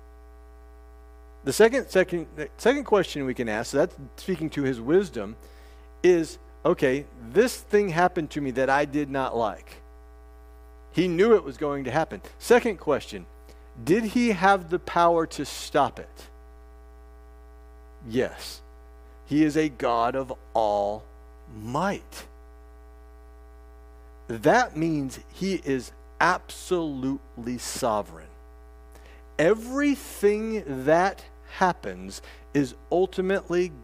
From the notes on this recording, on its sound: This sermon preached at First Artesia CRC